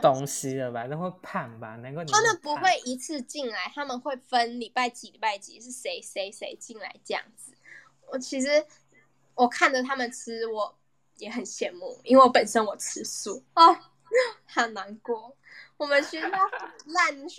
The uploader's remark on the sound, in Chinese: 因為第一次錄音有一些小問題